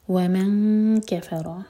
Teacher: اخفا یعنی کہ نون کی آواز کو ہم چھپائیں گے اور کیف کے لیے زبان تیار کریں گے. ومن کفر، کیف اور فا لائٹ، را ہیوی.